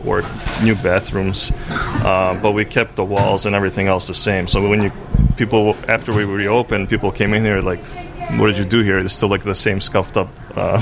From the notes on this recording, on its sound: It was too nice outside to not record a podcast on the Chicago Riverwalk. Found a spot in the shade. Enjoy the natural sound along the river.